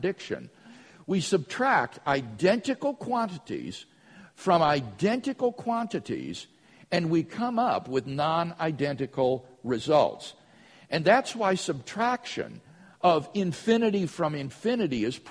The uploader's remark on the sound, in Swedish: Inspelad på Apologias konferens "Till trons försvar" i Betlehemskyrkan, Stockholm.